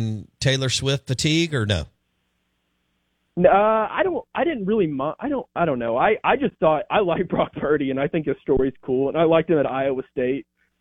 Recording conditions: phone line